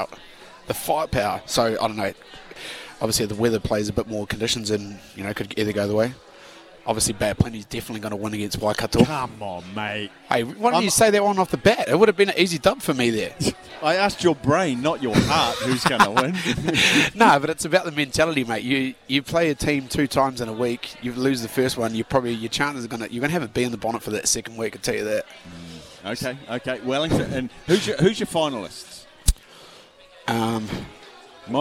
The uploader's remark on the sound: LIVE from Andy's Burgers & Bar